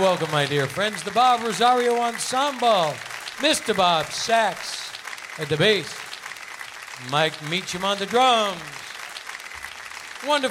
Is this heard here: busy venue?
yes